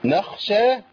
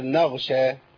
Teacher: يبقى احنا لو منعنا الهمس عن الخاء تبقى غين، ولو مشينا نفس في الغين تبقى خاء. هي الصفة الوحيدة الفاصلة بين الغين والخاء.